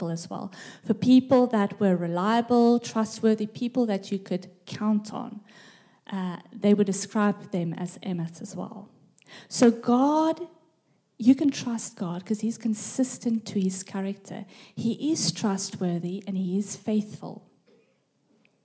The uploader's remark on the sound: This message was recorded live at our Malmö Gathering on Sunday, May 28th, 2023.